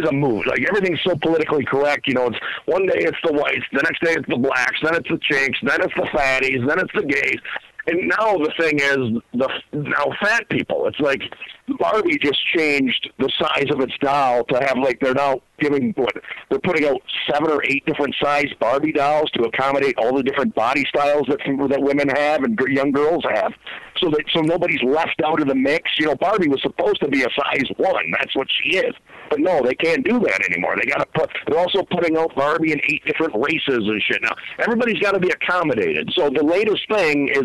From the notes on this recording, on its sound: Phone calls.